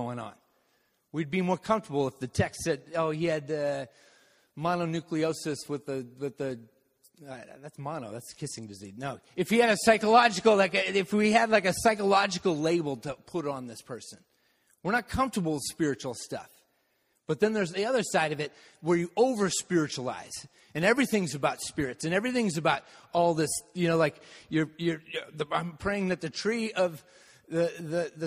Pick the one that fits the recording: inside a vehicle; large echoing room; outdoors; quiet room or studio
large echoing room